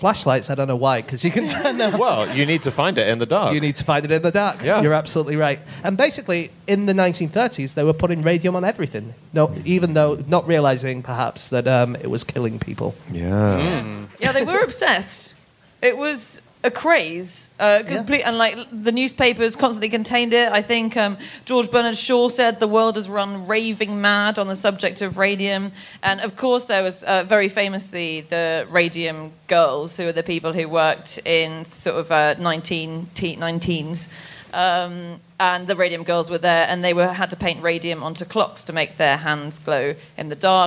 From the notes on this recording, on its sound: Live from Philadelphia